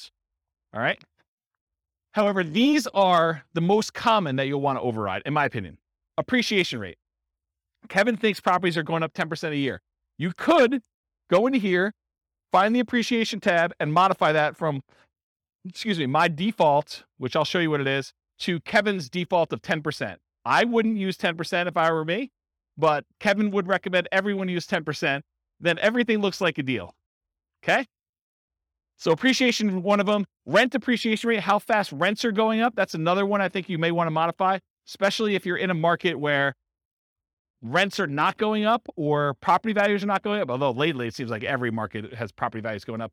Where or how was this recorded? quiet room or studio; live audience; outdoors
live audience